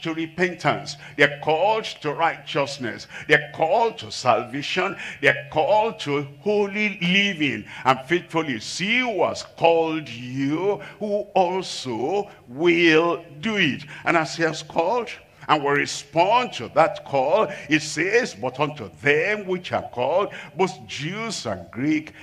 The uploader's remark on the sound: live from Asaba, Nigeria